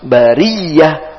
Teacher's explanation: huruf ta di akhir berubah menjadi huruf ha